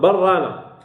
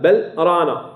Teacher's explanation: حفص عنده خاصية في هذه اللام أنه جاء بالسكت لا يدغم · Shown in: second take · حفص عنده خاصية، لا أصل هو الإدغام، غيره أدغم، برانا غيره أدغم برانا، لكن حفص قال بل رانا.